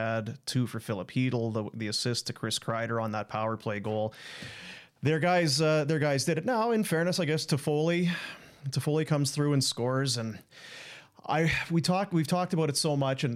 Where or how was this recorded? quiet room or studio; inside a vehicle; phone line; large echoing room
quiet room or studio